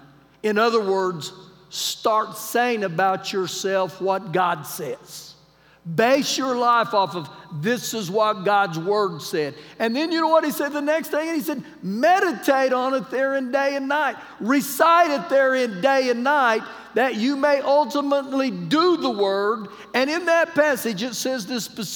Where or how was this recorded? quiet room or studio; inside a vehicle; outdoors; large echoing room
large echoing room